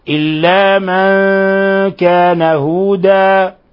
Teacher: هذه الألف المبدلة من التنوين لا تعطى أكثر من حركتين. إلا من كان هودا فقط، إلا من كان هودا، وهذا حالة الوقف عليها فقط لا حالة الوصل. · Term: تنوين العوض